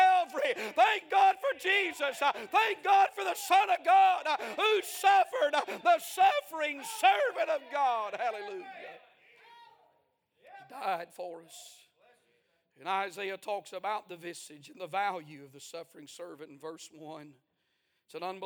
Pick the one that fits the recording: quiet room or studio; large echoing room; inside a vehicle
large echoing room